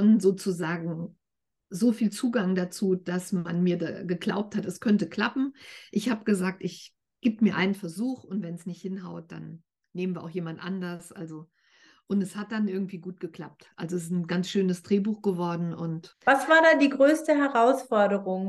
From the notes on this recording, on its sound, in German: Der Ton ist manchmal etwas wackelig, weil dieses Gespräch im Zoom-Meeting statt gefunden hat. Es ist aber immer alles gut zu verstehen.